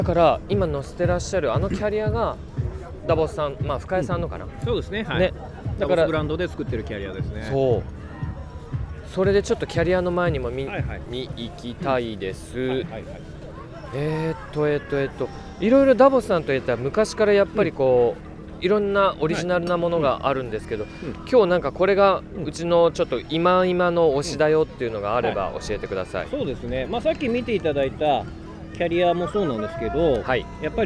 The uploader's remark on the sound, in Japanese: 会場に押し寄せる来場者は2日目にさらに増加。レースもイベントも飲食も、行列と歓声にあふれたあたたかい会場となった。賑わう出展ブースから生の声を収録してきた。収録地： さいたま市 秋ヶ瀬公園 バイクロア会場。収録機材： ZOOM F3 (レコーダー)、 ZOOM ZSG-1, AKG D5（マイク）。